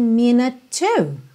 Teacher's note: Como minute termina com E mudo, o último som então é o da letra T, que já junta no próximo T da palavra to